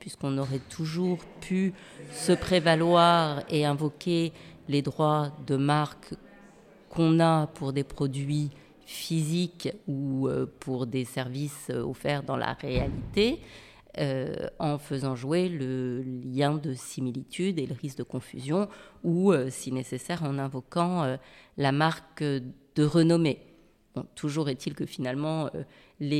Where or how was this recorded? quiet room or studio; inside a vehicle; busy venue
busy venue